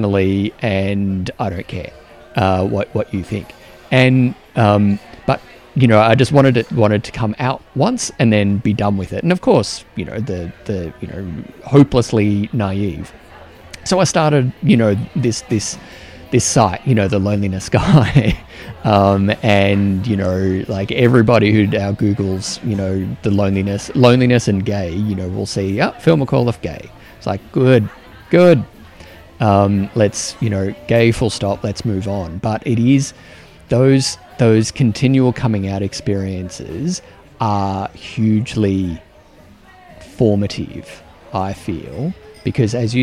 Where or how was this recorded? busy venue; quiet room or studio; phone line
busy venue